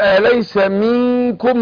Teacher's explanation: أنا برقق الغنة عشان جه بعد النون حرف مرقق من حروف الإخفاء